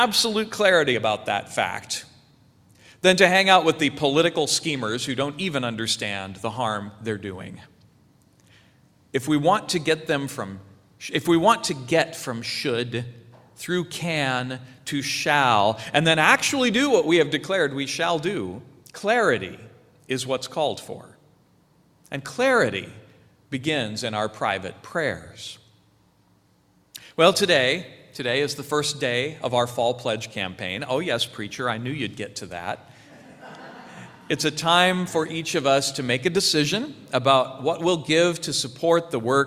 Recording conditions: large echoing room